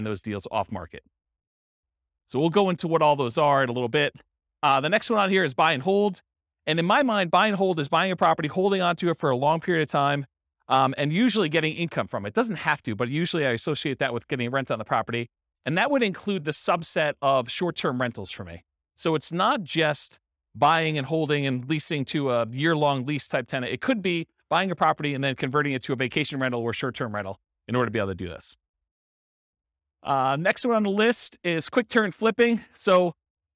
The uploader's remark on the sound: This was a live class recorded